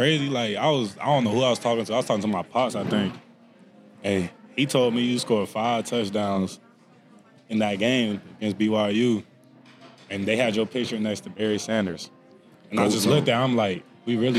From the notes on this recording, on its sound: Recorded at Eskimo Joe's on Monday, November 27, 2023.